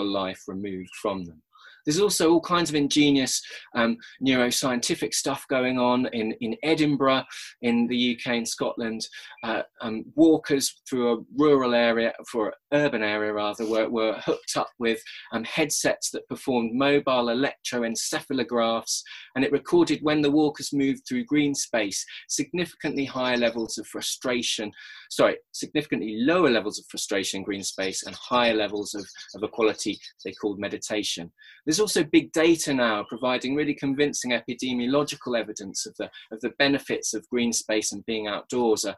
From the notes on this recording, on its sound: Recorded at our second online 5x15 in May 2020